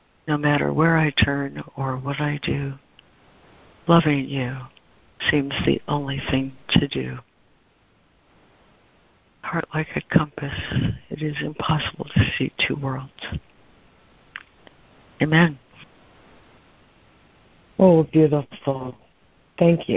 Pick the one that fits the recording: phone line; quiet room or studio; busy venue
phone line